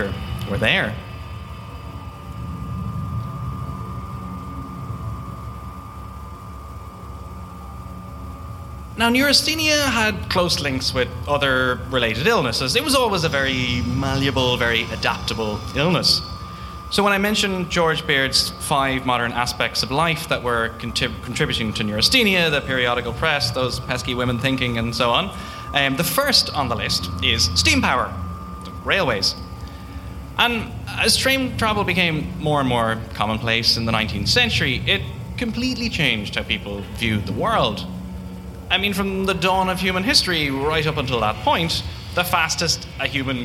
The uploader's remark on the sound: WTTE Live at Liberty Hall. A recording of September's live show for the Dublin Podcast Festival. Featuring live music.